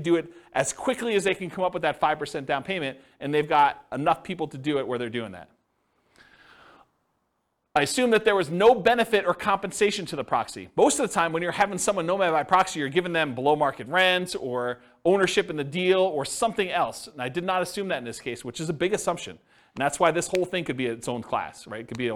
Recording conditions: live audience